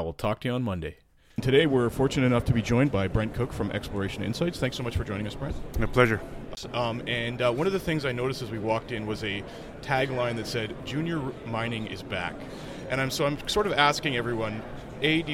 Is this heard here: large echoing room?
no